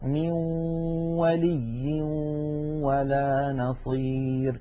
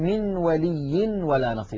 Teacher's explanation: عند الإدغام بغنة يخرج صوتان في آن واحد، واو من الشفتين في المثال الذي معنا، وغنة من الخيشوم · Shown in: first take · مجموع هذين الصوتين يشكل النون المدغمة في الواو.